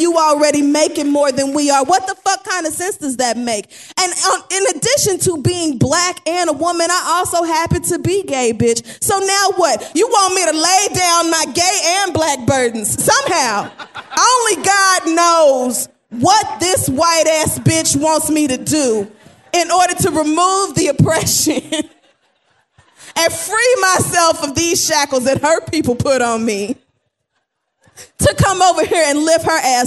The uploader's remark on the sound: The Read Live at The New School in NYC.